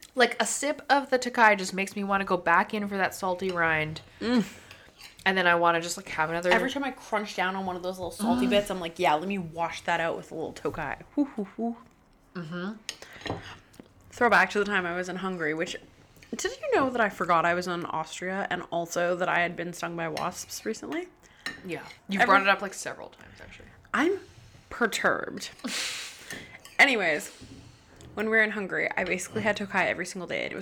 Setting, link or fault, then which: fault, sounds in the background